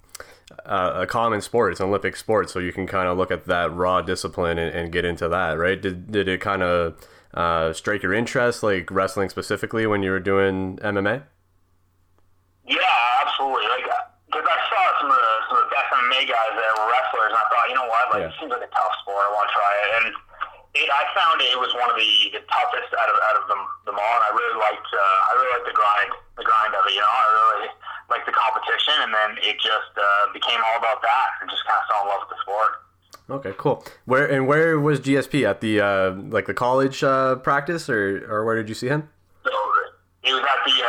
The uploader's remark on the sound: on the phone (05:26)